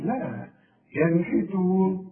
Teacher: والنون ساكنة عليها السكون، ما تغنش، ما تقولش ينحتون، لا ينحتون. · Term: اظهار